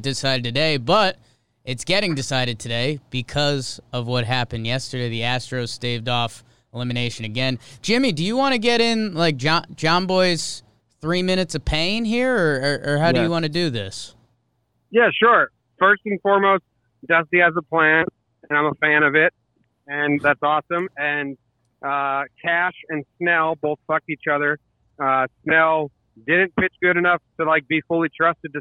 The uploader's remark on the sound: over the phone